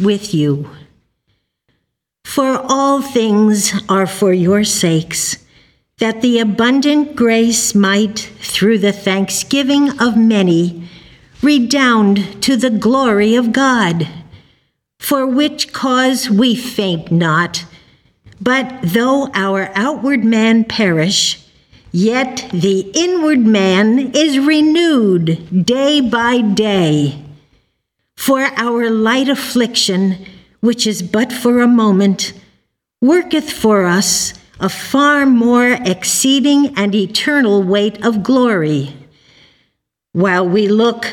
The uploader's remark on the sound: The Sunday service audio